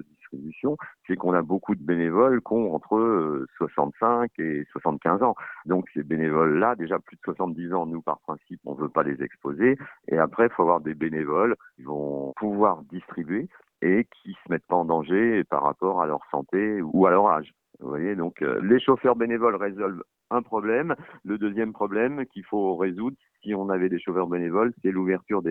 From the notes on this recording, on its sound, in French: nous avons joint par téléphone